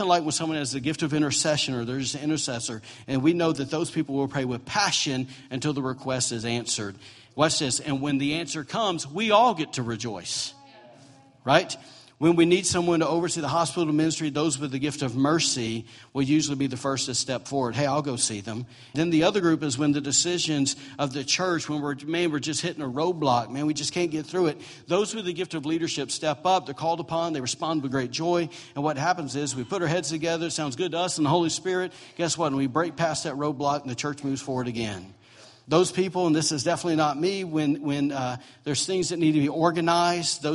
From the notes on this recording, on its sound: recorded on Sunday, November 19, 2017, during morning service at Celebration Life Family Church